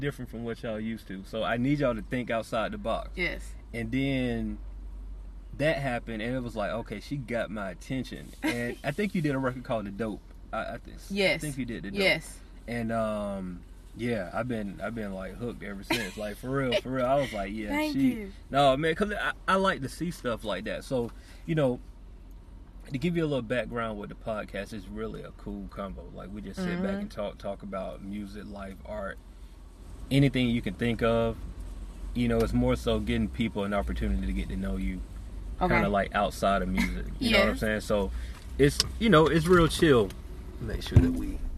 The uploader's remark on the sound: Sitting In A Hot Car In The Middle Of Summer. Instead we took the show on the road literally; recording from the comfort of my car.